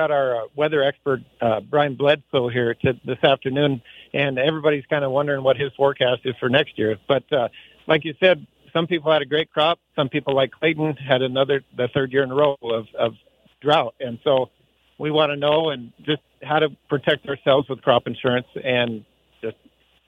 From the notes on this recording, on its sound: Northern Ag Network from MT Grain Growers Convention. At the annual Montana Grain Growers, from Great Falls.